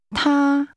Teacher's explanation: The Mandarin word for he is pronounced with a high-level tone.